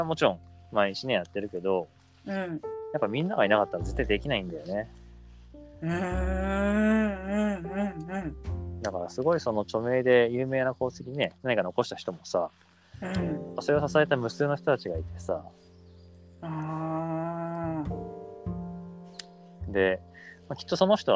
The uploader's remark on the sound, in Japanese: 山中湖の森で焚き火の番をしながらの収録。二人のその自然体な過ごし方がそのまま声と音に残った。